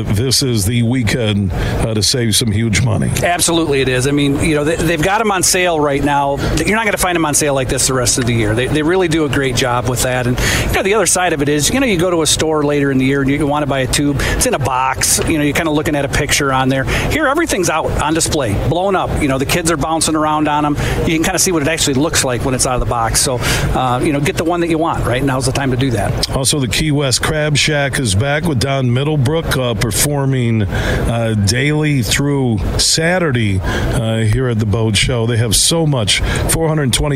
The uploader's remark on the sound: Today we're broadcasting live from the Grand Rapids Boat Show happening all weekend at DeVos Place in Downtown Grand Rapids. Throughout the show we were joined by some of the great folks connected to the boat show.